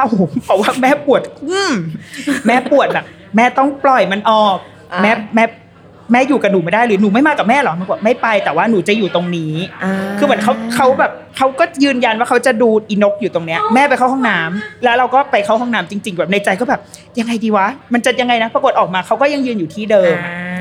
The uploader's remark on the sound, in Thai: Live Podcast ถึงตึกคิงเพาเวอร์ มหานคร เลยนะตัวเธอบนจุดชมวิวที่สูงที่สุด